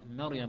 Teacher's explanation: مريم الميم منفتحة مستفلة والراء مفخمة